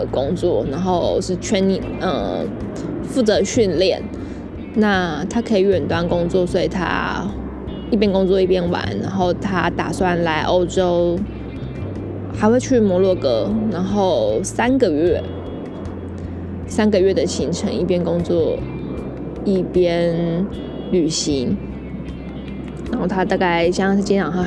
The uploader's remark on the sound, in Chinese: 葡萄牙里斯本漫旅 一個人旅行。國外雜音多，請多包涵。